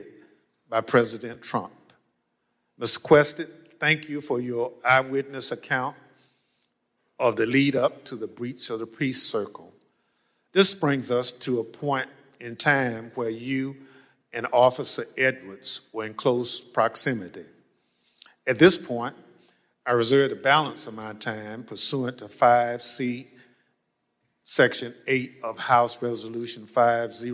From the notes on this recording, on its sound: This episode features audio of the first of a series of public hearings. Held by the House select committee to investigate the Jan.